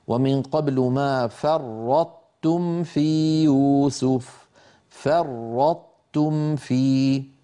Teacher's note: بأن يطبق المتكلم لسانه على طاء غير مقلقلة ثم يجافيه عن تاء متحركة · Term: إدغام ناقص